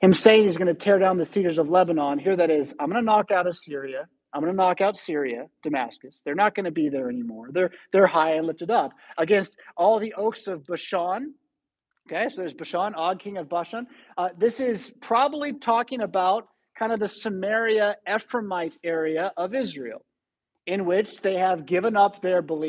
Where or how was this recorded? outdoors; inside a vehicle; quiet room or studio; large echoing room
large echoing room